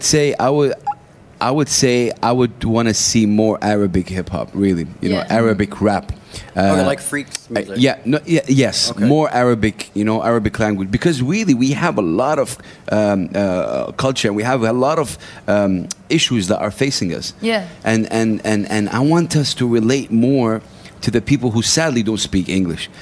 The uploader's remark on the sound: at Sole DXB, where they broadcasted live to the event attendees from the On Air booth